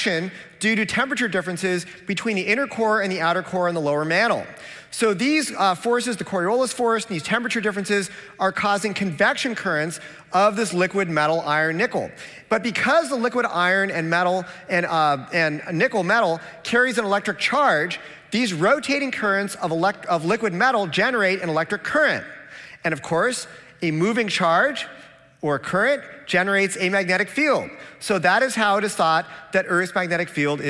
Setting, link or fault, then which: setting, live audience